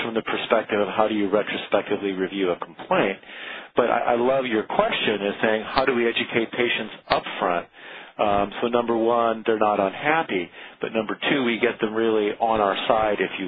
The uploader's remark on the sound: Author in the Room®Teleconference